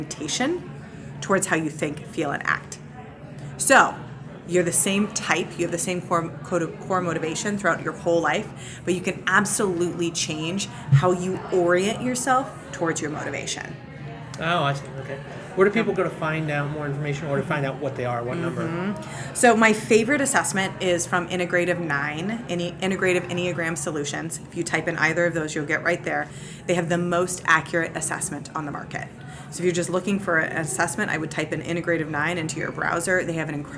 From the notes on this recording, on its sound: OnBrand Conference in Omaha, Nebraska. Right next to where the taco bar was being set-up.